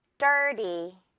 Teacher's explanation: Dirt 역시 T보다는 오늘은 리로 발음해 볼게요. 자연스럽게. · Term: 리 발음